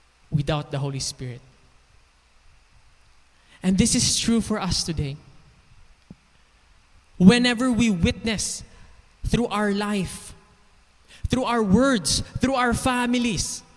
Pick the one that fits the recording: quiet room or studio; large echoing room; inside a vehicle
large echoing room